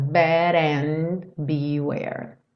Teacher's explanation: Bad and juntou, beware separado